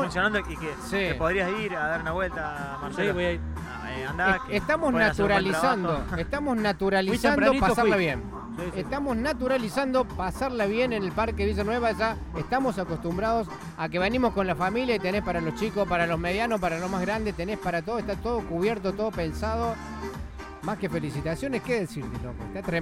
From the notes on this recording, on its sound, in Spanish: Extracto de la transmisión en vivo de la 2° Fiesta de la Cerveza Artesanal y Gastronómica de Villa Nueva.